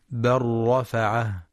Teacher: وتدغم في الراء للتقارب